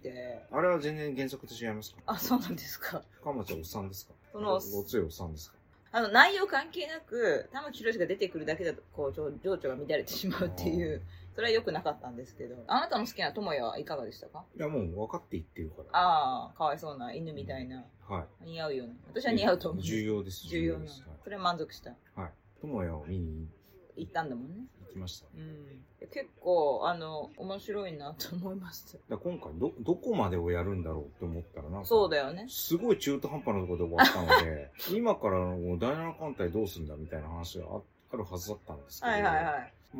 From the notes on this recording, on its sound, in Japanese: 横浜ビジネスパークに行った。IPhone13「ステレオマイク」アプリ／iPhone マイク-前面（Stereo）／ファイル形式 PCM44.1kHz 32bit Float。おっとが離れててちょっと声が遠い＆TVの音落としてくれなくて消しきれてません。